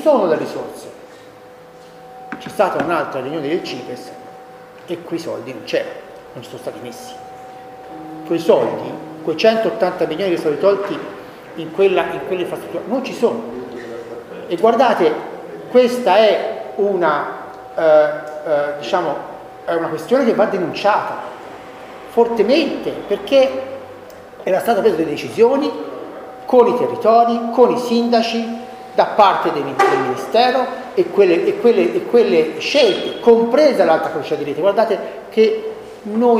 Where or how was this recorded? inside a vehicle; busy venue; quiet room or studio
busy venue